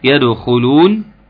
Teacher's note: قلقل الدال كويس، الخاء مفخمة